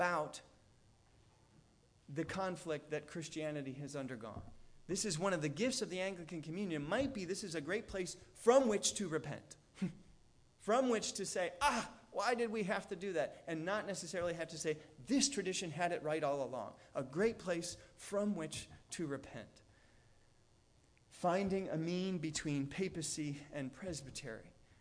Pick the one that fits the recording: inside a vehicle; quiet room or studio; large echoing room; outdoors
large echoing room